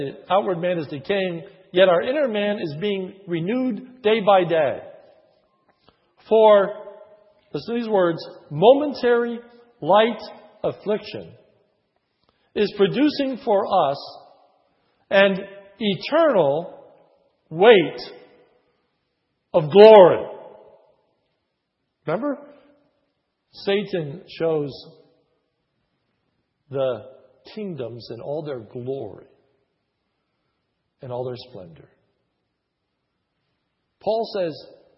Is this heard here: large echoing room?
yes